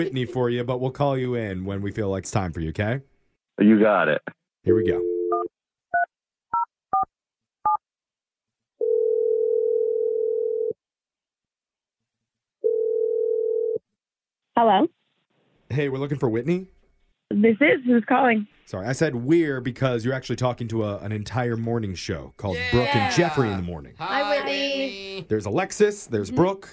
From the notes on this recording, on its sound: The guy on the phone today